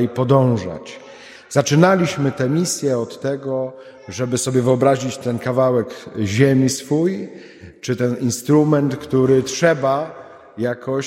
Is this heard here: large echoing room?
yes